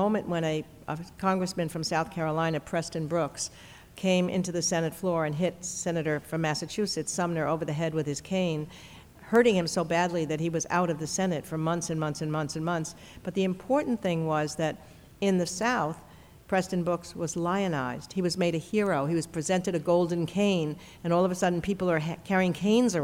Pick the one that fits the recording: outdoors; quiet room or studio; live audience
live audience